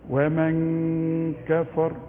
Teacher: الغنة تتبع الحرف اللي بعدها من قبل الغنة، القاف تخينة فالغنة تخينة